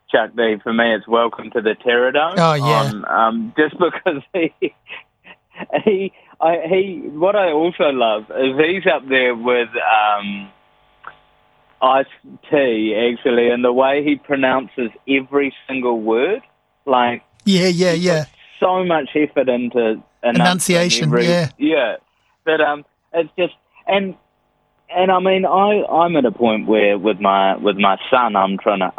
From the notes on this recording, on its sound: A phone conversationw with TV host and comedian